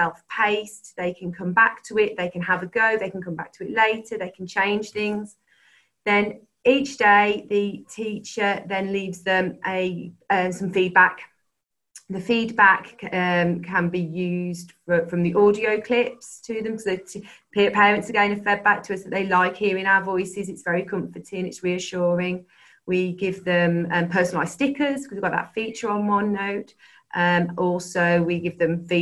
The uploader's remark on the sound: This is a recording of a 20-minute webinar.